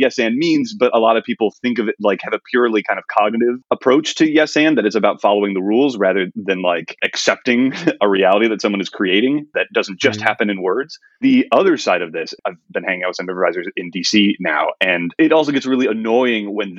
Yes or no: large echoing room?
no